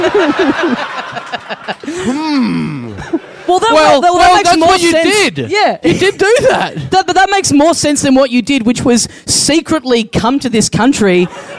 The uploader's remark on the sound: Recorded LIVE at the European Bier Cafe on April 3, 2016.